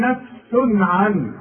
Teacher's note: العين من حروف الاظهار، خد بالك وارجع واسمع، ما نغنش هنا